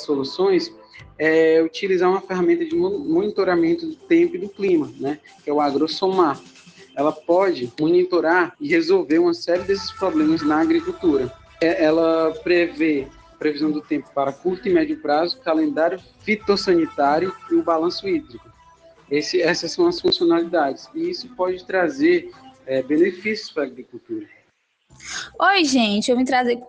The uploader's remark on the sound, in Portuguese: Podcast realizado por meio da plataforma Google Meet, gravado no período em que as aulas estavam ocorrendo de forma remota.